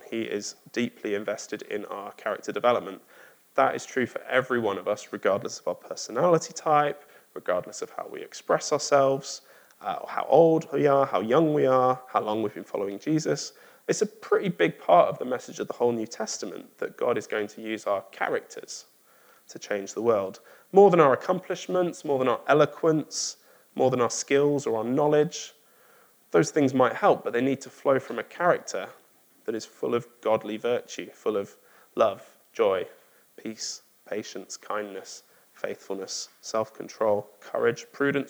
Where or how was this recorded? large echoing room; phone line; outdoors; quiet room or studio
large echoing room